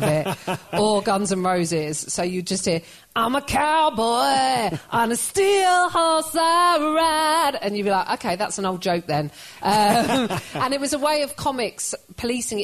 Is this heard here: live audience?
yes